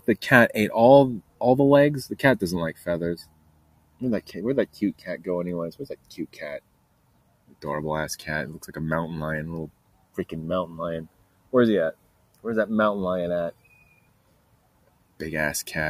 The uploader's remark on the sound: Recording Live Outside ANTS.